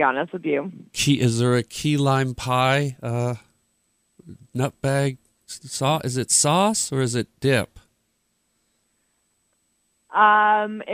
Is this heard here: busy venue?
no